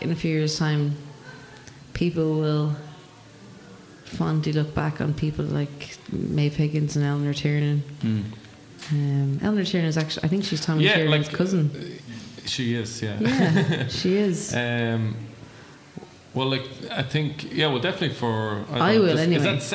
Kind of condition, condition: setting, live audience